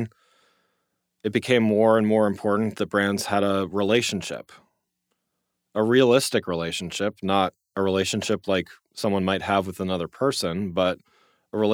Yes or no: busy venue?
no